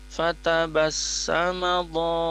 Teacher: di sini mim ya berharokat satu harokat, jadi tidak fatabassamado tidak, tapi fatabassalado ya, fatabassamado ya.